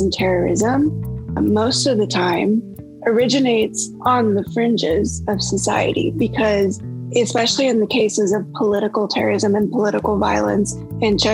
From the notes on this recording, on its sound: This episode was recorded on December 2021 via Zoom.